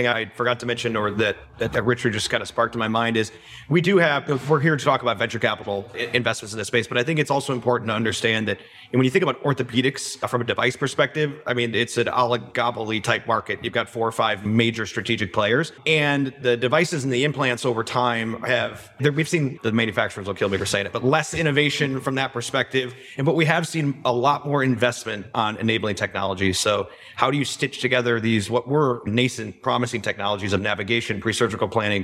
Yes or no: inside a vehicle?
no